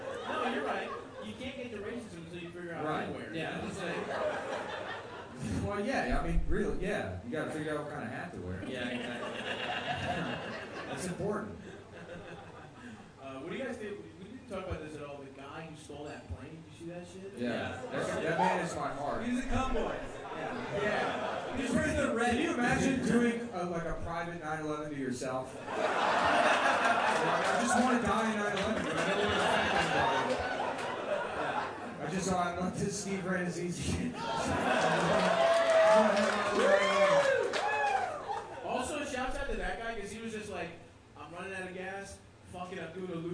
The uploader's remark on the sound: Live show